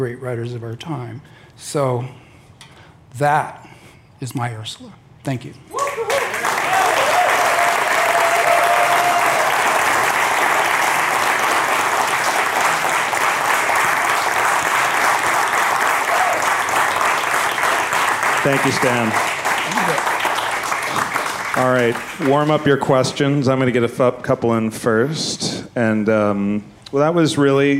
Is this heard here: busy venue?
yes